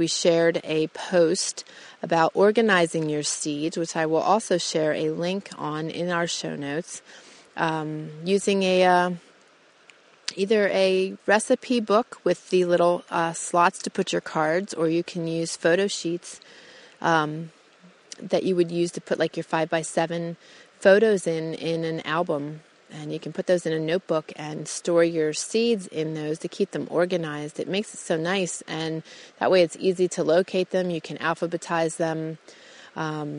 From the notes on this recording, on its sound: I take you out into the Idaho wilderness on this amazing, crisp, sunny day to record my show.